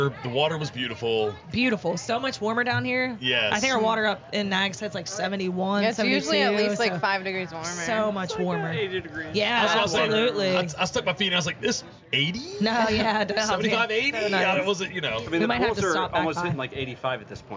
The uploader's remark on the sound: The Outer Banks This Week Podcast goes on location! Record live at The Wreck Tiki Bar in Hatteras Village.